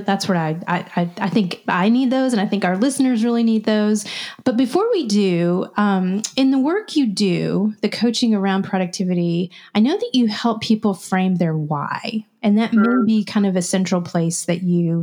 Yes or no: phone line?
no